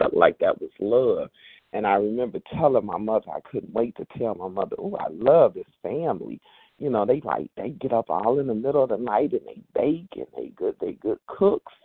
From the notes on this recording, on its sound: 100 Pounders Phone Meeting, 12/6/23.